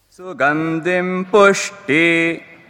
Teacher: Pu is svarita. It goes up. · Pu è svarita e sti anudatta.